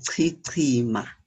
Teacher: You just make one alveolar click, and everything is tri, or an aspirated version of that tri.